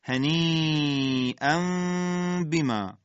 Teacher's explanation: تنوین نصب به حرف با رسیده، اقلاب میشه، خود اقلاب در واقع میم ساکنه به با هم که میرسه اخفا میشه و در واقع اینجا دو حرکت غنه هم باید ما در اخفاءمون رعایت بکنیم.